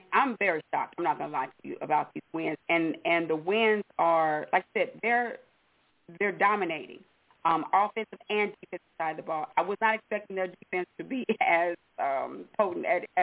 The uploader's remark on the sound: your phone calls